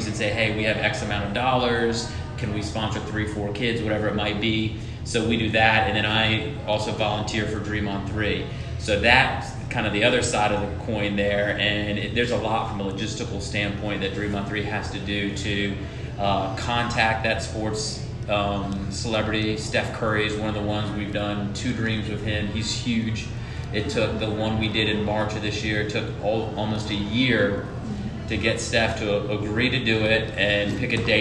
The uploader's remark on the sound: go on location at NoDa Brewing Company